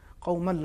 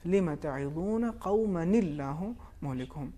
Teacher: ایک نون کی آواز جو تنوین کی صورت میں ہے اسے ہم مکسور صورت میں یعنی زیر کے ساتھ تلفظ کرتے ہیں · Shown in: second take · Term: known قطنی